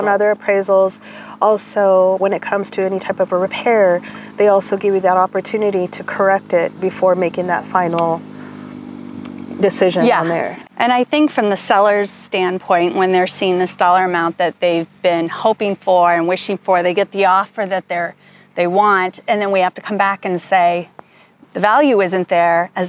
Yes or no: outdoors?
yes